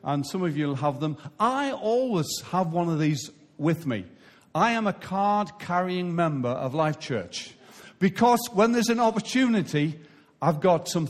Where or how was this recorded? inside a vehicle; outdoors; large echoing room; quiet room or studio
large echoing room